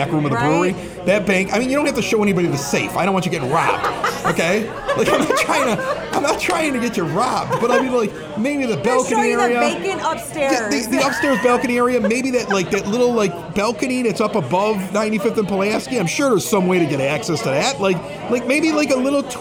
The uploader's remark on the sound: Recorded in front of a live audience! Durbins of Evergreen Park.